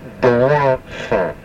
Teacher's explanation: the S and the A are separated by a little pause · Term: intentional pause